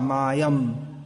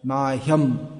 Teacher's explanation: Tendency in English is to drop the sound H, but it should be pronounced. · Shown in: second take